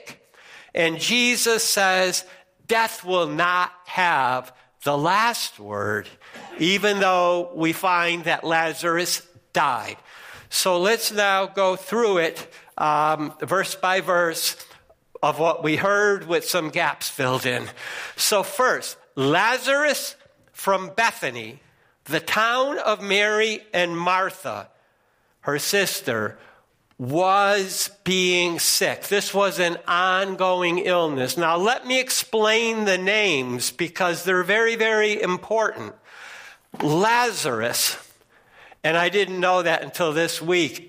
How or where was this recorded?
large echoing room